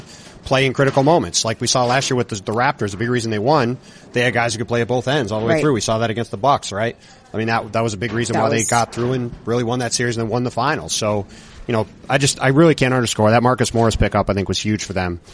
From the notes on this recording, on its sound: Live at an unforgettable 2020 All-Star Game in Chicago